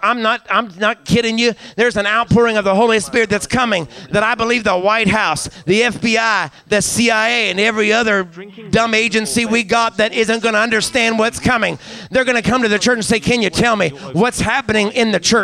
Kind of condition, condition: setting, large echoing room